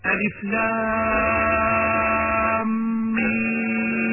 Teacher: يمد الميم مدا لازما مخففا حرفيا على 6 حركات عند الوقف